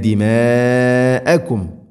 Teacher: മദ് മുത്തസിലാണ്, നിർബന്ധമായിട്ടും നാലോ അഞ്ചോ ഹർക്കത്തിൻ്റെ ഖദറുകൾ നീട്ടണം